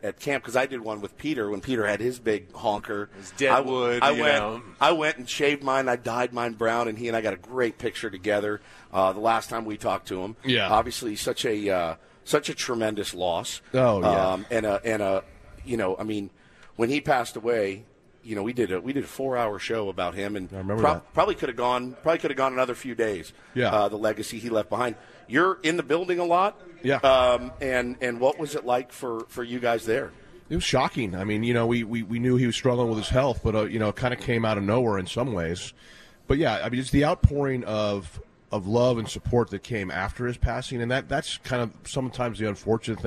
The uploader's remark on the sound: Day 2 from Padres Fantasy Camp in Peoria, Arizona.